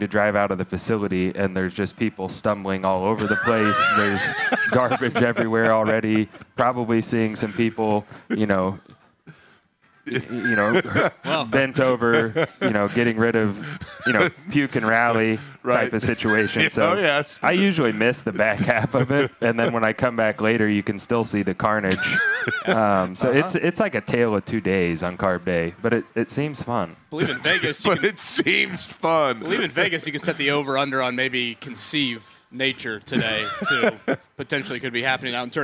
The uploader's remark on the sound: LIVE AT CARB DAY